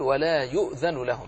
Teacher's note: بتحقيق الهمزة وبالإظهار لا الإضغام